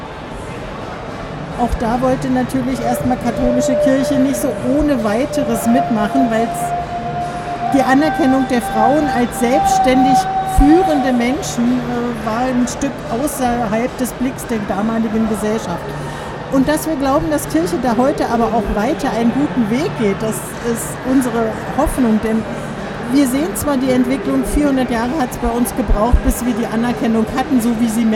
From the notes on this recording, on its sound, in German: live vom evangelischen Kirchentag 2017 in Berlin